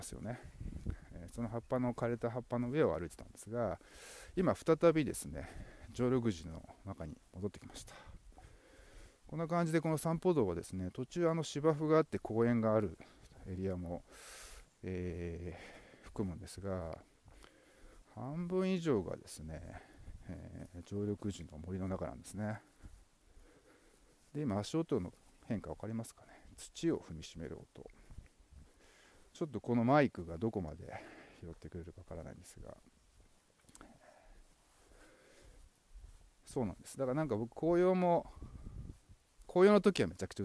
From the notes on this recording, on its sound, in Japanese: 大地の音と湖畔ウォーク。原生林に囲まれた湖畔を歩きながらのドキュメンタリーモノローグ。